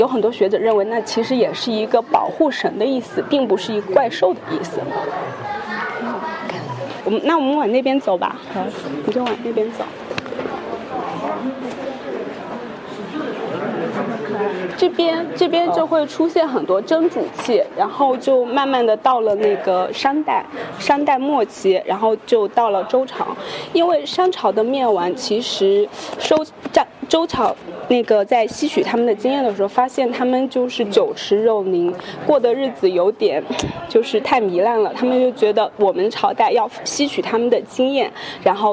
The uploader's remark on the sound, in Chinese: 这期节目，我们播放的是9月25日在上博青铜馆的现场录音。